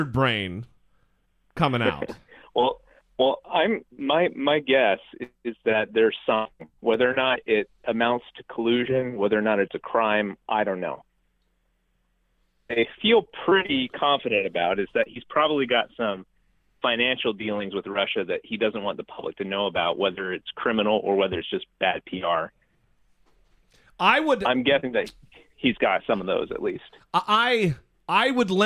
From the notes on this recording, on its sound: Call-in Episode. Take calls from listeners.